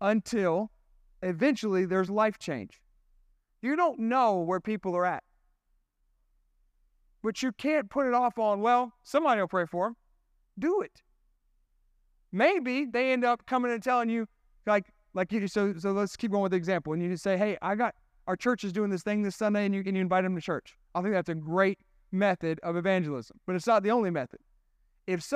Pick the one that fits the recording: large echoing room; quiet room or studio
large echoing room